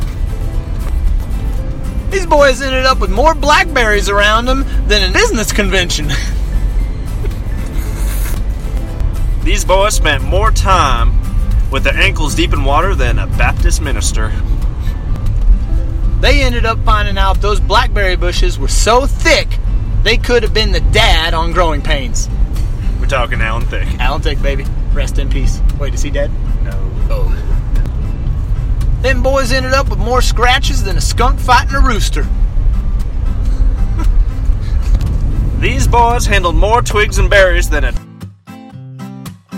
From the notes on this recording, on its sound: We spent two day trips down in the absolutely horendous, ugly, scary, putrid, dangerous area known as Oak Creek. Some (we think) funny quips that we made up on the fly while driving down the switchbacks.